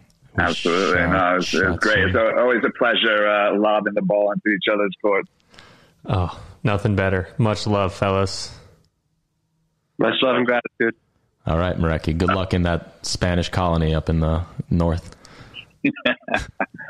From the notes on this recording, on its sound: After a downright rigamarole of technological schizophrenics. Call in from London and Berlin. A pan-European discussion.